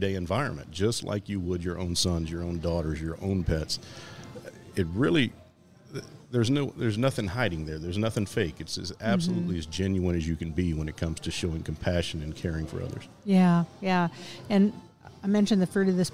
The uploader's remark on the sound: Recorded at Tusculum Brewing Company